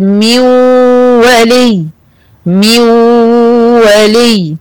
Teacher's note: النون دخلت في قلب الواو لكن ما دخلتش كلها، صوتها راح · Term: ادغام ناقص